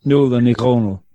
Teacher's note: it's not quite as deep as the Dutch or German, but it's certainly at the back of the throat rather than in the throat